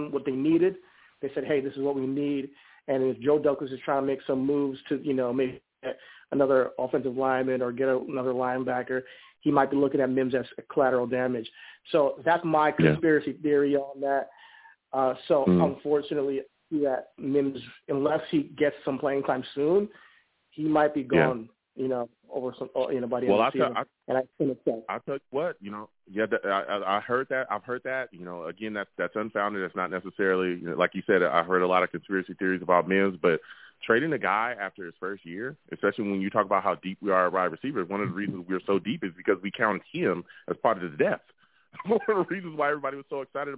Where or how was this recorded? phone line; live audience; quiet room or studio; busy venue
phone line